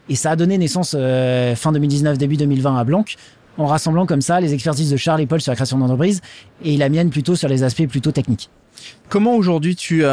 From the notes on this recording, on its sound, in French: en direct du salon Go Entrepreneurs